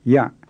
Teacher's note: the low tone on ya is sometimes changed to a creaky tone